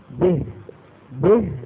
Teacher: بعض الإخوان بعض الأخوات بيقولوا به به، هذه مو كسرة، هذا صوت مايل، كسرة ناقصة. به ما بيصح، به هذا الكسر الكامل.